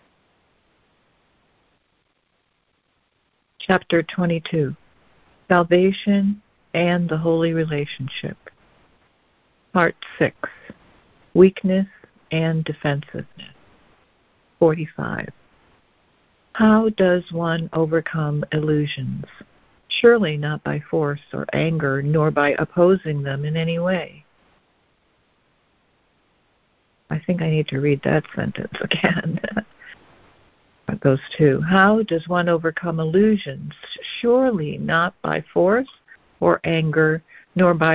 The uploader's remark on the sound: ACIM Daily Conference Call.